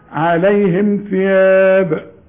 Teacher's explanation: ما تقولش عليهم وتغن الميم، الميم عليها السكون